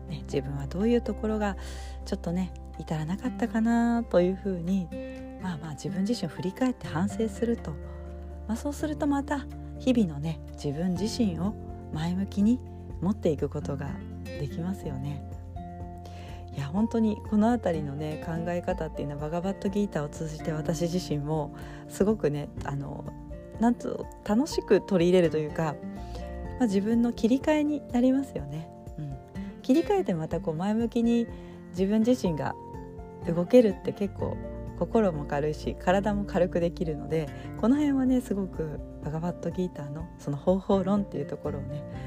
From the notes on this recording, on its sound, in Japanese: 今日は、スマホ収録になりました。音声がいつもと違うかもしれません。